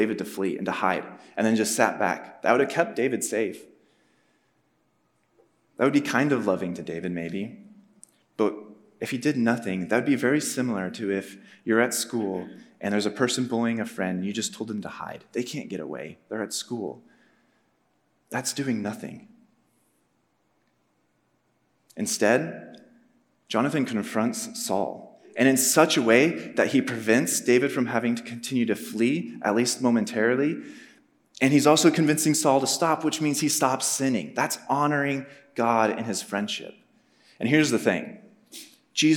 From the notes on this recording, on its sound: Message preached on March 30, 2023 at a Thursday Night Gathering of Coram Deo College Ministry.